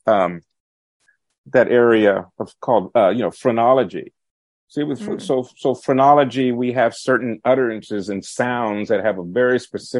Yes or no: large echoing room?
no